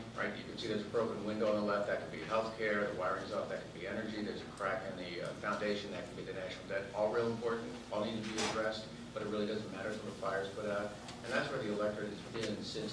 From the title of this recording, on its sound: Addresses The Ripon Society's 5th Annual Symposium At Mount Vernon on Feb 22, 2015